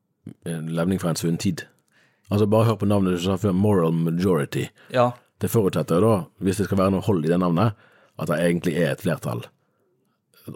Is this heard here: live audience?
no